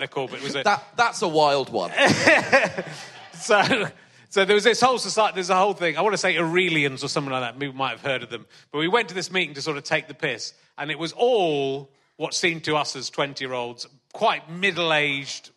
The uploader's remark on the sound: back at the Leicester Comedy Festival for the second week in a row